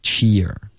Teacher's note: Cheer 的这个一的音发得太弱了，发成 chair